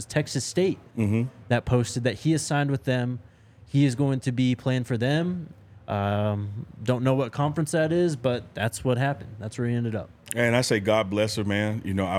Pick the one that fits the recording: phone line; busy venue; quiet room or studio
busy venue